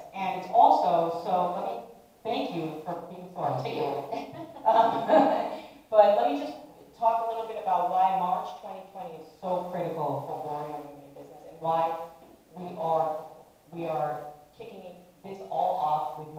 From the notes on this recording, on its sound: Warrior Women in Business Live audience podcast and event series NYC 2020.